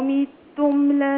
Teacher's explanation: وورش رحمه الله يقرأ متم بكسر الميم